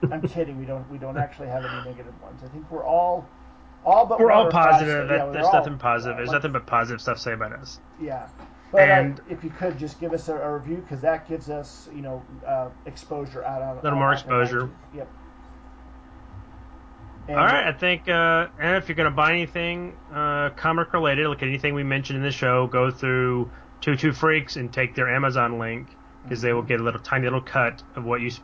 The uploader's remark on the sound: There were some issues with the audio recording this month, we apologize for the extra noise. My fault, the wrong mic was recording.